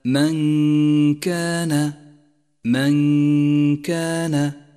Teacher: سادسا، لاحظ حكم الإخفاء في قوله تعالى من كان، من كان، حيث جاءت النون الساكنة وجاء بعدها حرف الكاف وهو حرف من حروف الإخفاء، فالواجب هنا أن نخفي النون بالحرف الذي بعدها مع غنة للنون زمنها حركتان من غير تشديد لما بعدها، ولذلك لونت النون باللون الأخضر في مصحف التجويد إشارة إلى موقع الإخفاء والغنة.